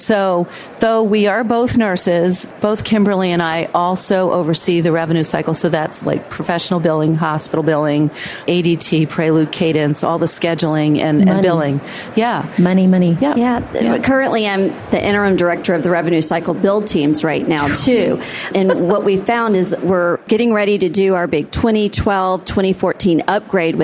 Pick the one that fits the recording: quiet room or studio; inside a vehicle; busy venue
busy venue